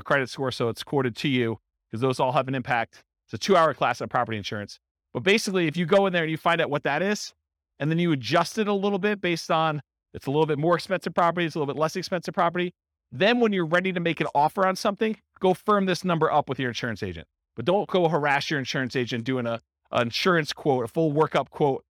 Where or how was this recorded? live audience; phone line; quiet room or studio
live audience